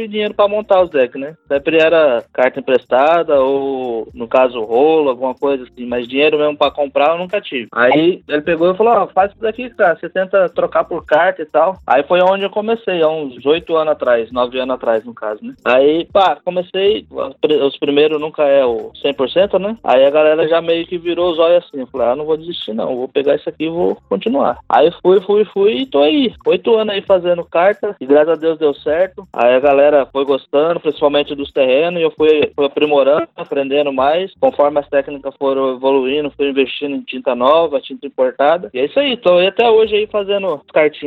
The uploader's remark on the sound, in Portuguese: Headset Microsoft LX-3000. Audacity. Skype via telefone.